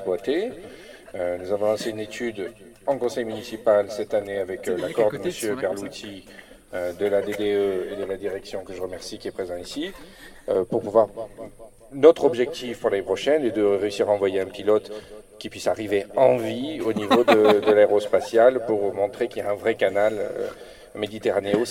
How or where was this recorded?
outdoors